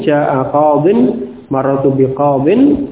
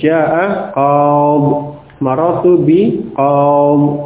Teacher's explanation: Jadi ya-nya dihilangkan kemudian dibaca sukun ketika waqaf · Shown in: second take